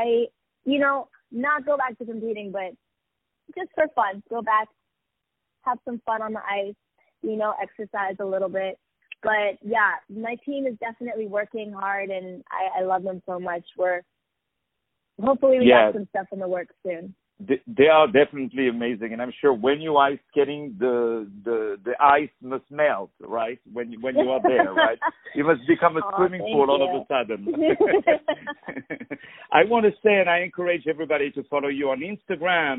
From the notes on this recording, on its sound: On the phone